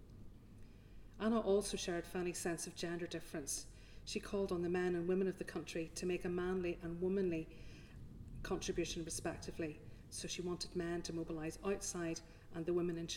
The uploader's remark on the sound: The third lunchtime lecture of this series held on 19 October 2022